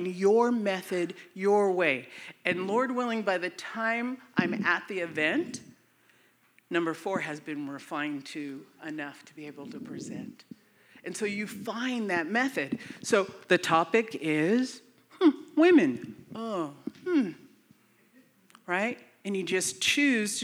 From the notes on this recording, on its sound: We are sharing content from the Breaking New Ground live event from October 2022. This episode was from a breakout session.